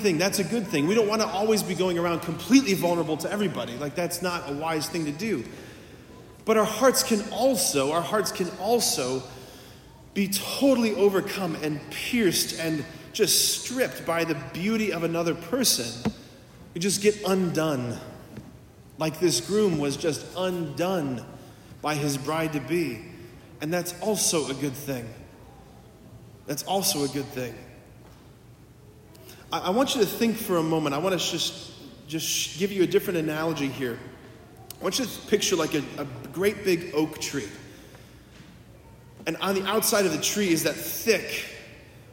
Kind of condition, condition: setting, large echoing room